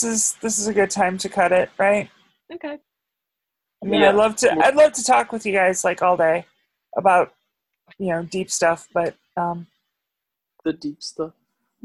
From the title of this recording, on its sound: Zoom Edition